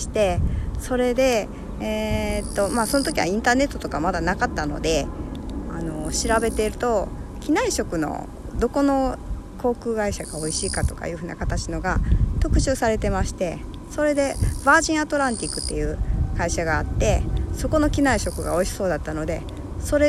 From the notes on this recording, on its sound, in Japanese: 今日は伊丹空港近くの堤防を歩きながら録音してまーす。